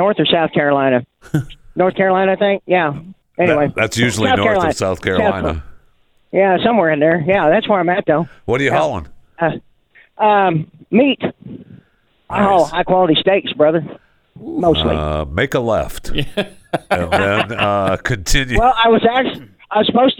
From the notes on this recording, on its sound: Truckers call in to discuss their lives on the road.